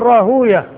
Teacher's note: وكلمة راهوية وما شابهها هذه من الألفاظ التي ختمت بالواو والياء والهاء، والمحدثون ينطقون بها بالواو الساكنة بعدها ياء مفتوحة وآخرها هاء، واو ساكنة مضموم ما قبلها.